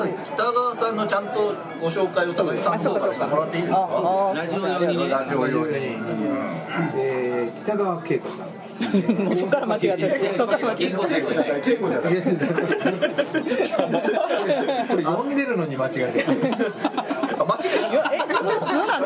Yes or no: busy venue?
yes